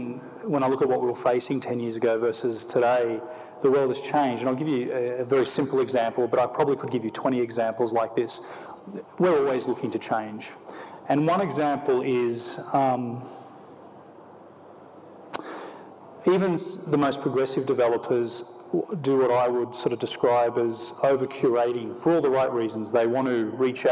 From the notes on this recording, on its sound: on stage at the Festival of Place